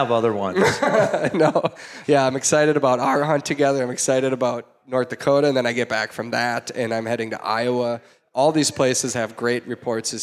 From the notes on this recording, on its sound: Live from Bear Cave Brewing in Hopkins, MN. Sips drinks with a live audience of hunters.